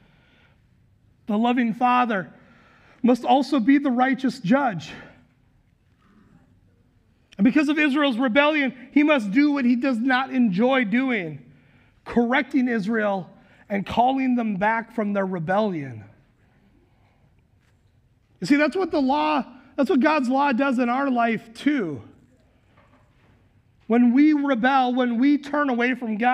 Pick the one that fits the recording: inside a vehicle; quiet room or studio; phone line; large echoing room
large echoing room